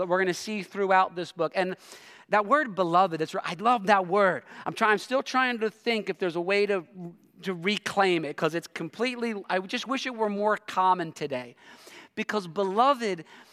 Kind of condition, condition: setting, large echoing room